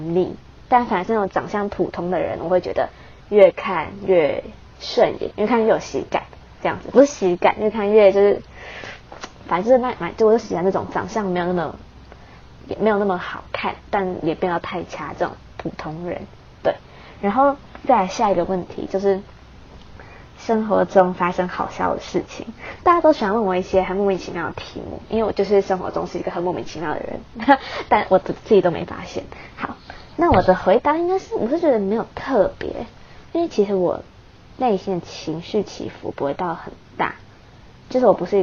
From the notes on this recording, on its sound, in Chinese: 懶得去拿麥克風所以音質很爛